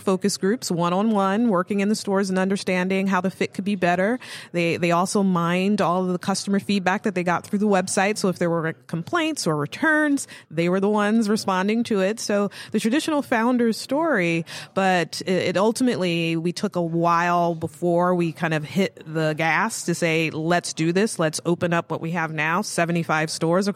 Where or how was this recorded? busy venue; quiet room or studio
busy venue